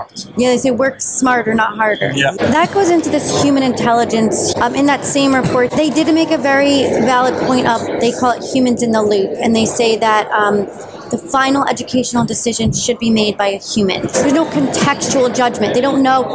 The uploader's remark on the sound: live at the NYSCATE annual conference